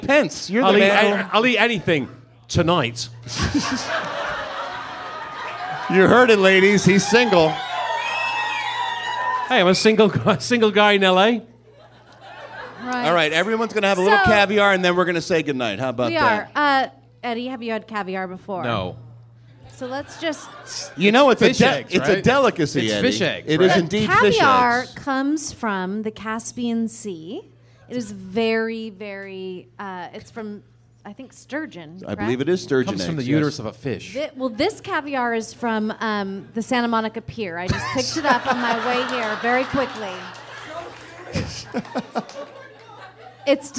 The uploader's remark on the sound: In front of a LIVE sold out audience at the world-famous Improv Comedy Club in Hollywood. The crowd was amazing!